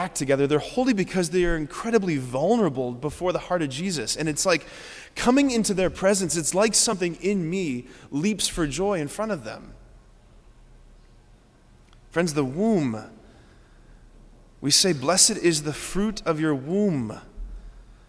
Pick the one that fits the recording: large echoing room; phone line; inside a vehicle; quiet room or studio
large echoing room